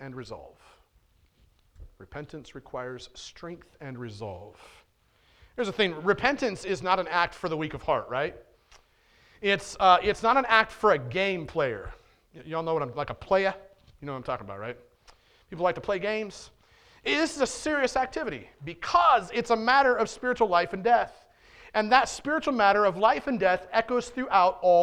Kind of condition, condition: setting, large echoing room